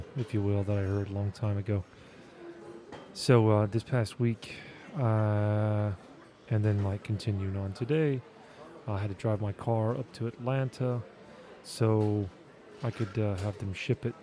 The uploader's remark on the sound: I recorded this episode in an airport lounge, which is why you can hear all of the ambient lounge noises in the background